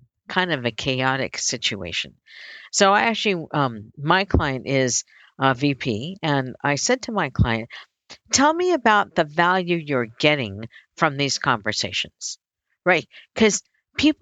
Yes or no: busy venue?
no